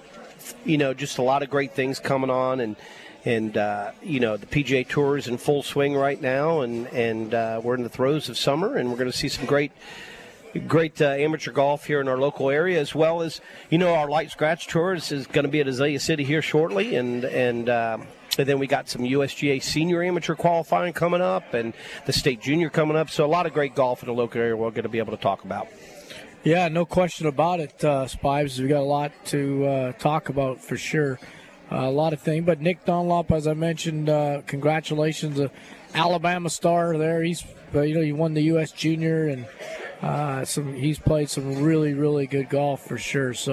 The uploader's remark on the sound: LIVE From Felix's Fish Camp!